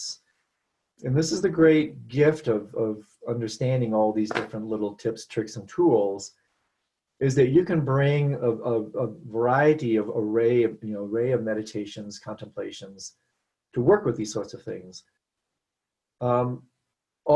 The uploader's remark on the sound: Virtual Weekly Hangout